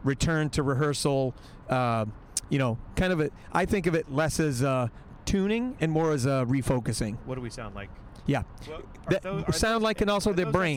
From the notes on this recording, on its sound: Two Band Directors in a Car. A great conversation from the car on the way to, and from and honors festival.